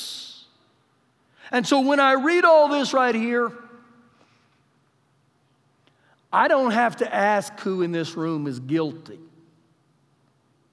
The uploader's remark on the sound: Recorded live during our Sunday morning service